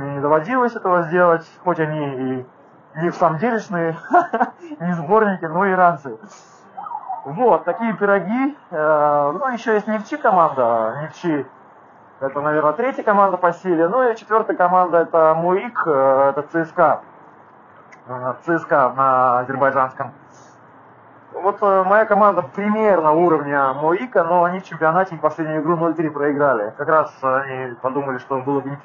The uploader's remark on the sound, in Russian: ПЛОХОЕ КАЧЕСТВО ЗВУКА